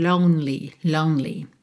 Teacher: Lonely, o E não é pronunciado, você vai do N direto pro L.